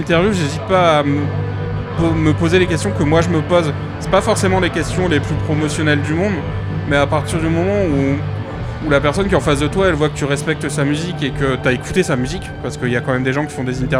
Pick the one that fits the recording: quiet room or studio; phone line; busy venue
busy venue